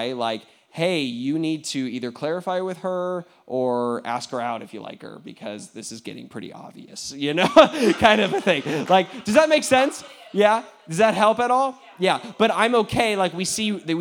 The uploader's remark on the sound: questions from the audience